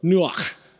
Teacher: it's a very breathy K sound coming from the back of your throat.